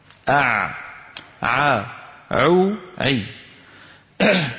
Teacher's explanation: برجوع لسان المزمار إلى الخلف. فلما يرجع لسان المزمار إلى الخلف يتضيق الحلق. · Term: العين الفصيحة